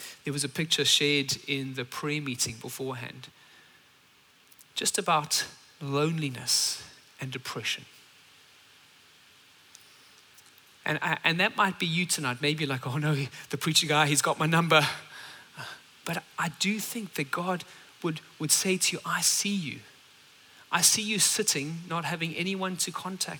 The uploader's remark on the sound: at Common Ground Church Rondebosch on the 24th of September 2023